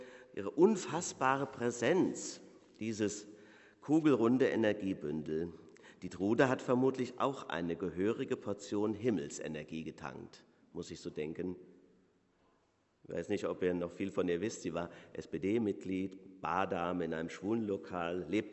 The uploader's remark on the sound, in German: Predigt Pauluskirche